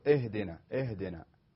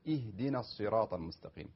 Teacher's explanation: الهمزة طبعا تكون مرققة، وكذلك الهاء · Shown in: second take · بعض الناس يقول اهدنا اهدنا، يعني يفخم الهاء ويفخم الهمزة أيضا.